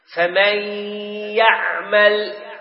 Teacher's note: ذهبت النون وبقيت الصفة. الغنة هذه تكون بمقدار حركتين إذا أردنا نقرأ قراءة صحيحة، فإن مدة الإدغام حركتين، لا نبالغ نقول فمن يعمل، نعطيها 4 إلى 6 حركات، هذا قد أصبح مد عارض للسكون أو مد لازم أو مد جائز، لكن حركتين. · Term: الإدغام بغنة